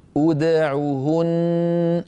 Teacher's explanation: لو حبينا نبدأ بها نقول ادعوهن، أيضا دال ساكنة مقلقلة، قبلها ضمة وبعدها ضمة